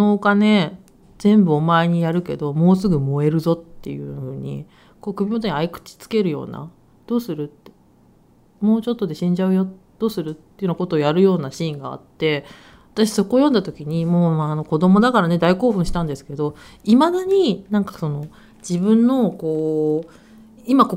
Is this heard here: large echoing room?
no